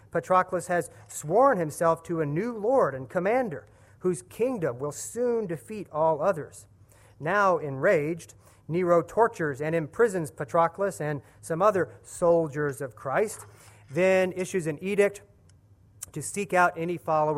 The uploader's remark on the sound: at the 2015 Center for Ancient Christian Studies Martyrdom in the Early Church conference